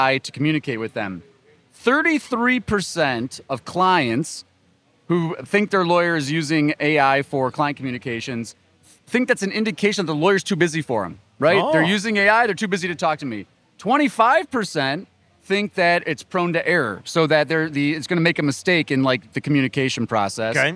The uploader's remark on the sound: Live from Clio Cloud Conference